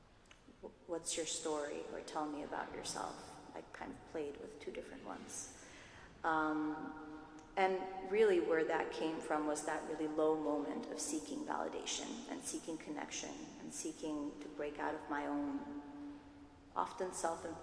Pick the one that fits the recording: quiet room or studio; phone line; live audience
live audience